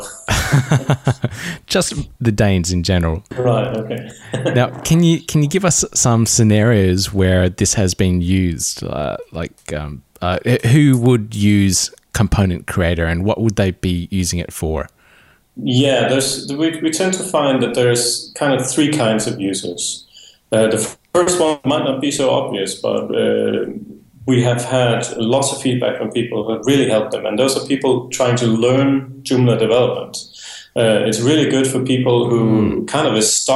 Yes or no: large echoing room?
no